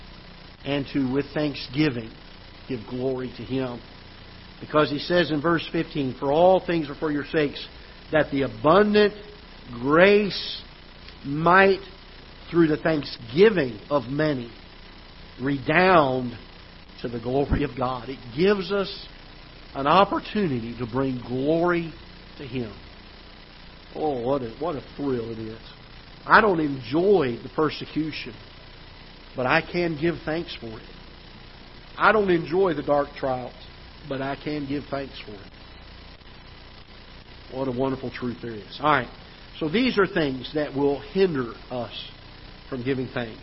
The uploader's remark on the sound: Ketha Heights Baptist Church ~ Live Broadcast